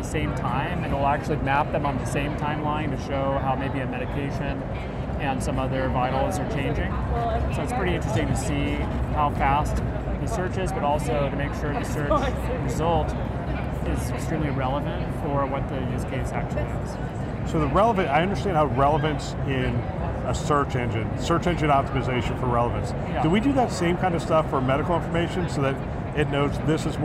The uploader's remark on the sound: Interview in Action live from HLTH